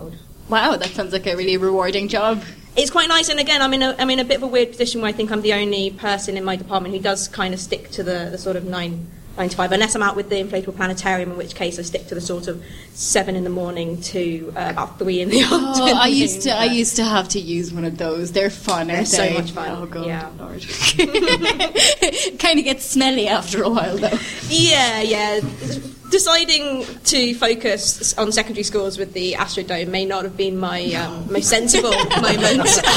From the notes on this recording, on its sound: For the second time in history we are recording live with a studio audience in celebration of a decade of Jodcasting! Our live studio audience pose their questions to the largest ever Ask An Astronomer panel.